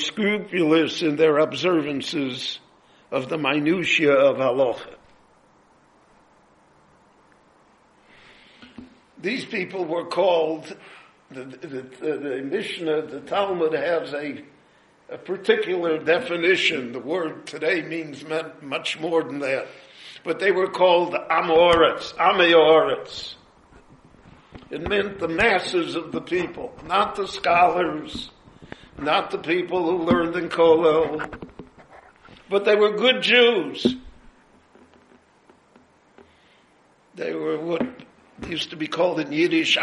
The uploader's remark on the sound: His lecture was recorded live at Beit Knesset HaNassi in Jerusalem.